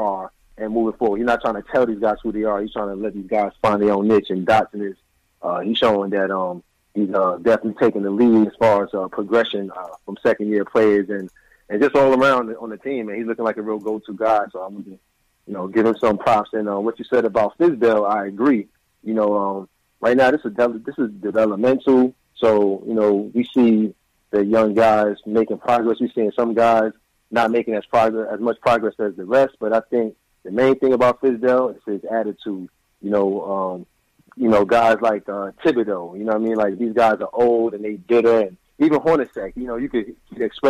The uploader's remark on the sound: take live phone calls from fans around the world